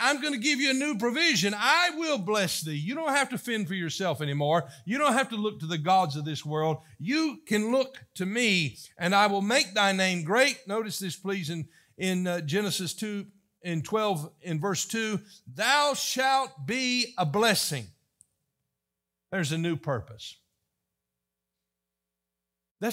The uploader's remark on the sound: was delivered on October 1, 2023 during the morning service.